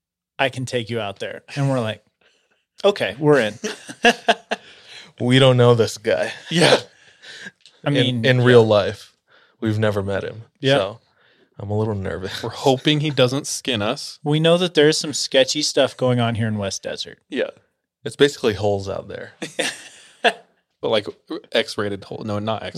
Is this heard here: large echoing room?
no